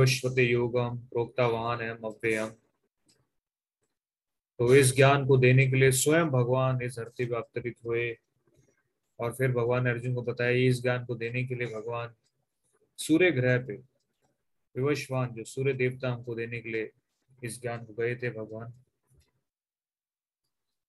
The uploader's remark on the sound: Zoom recorded class